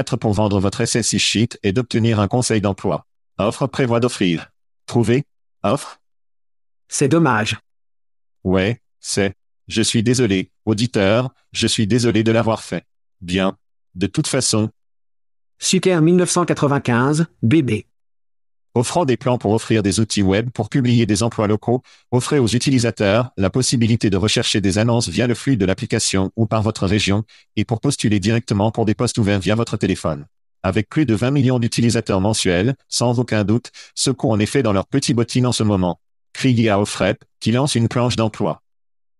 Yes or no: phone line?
no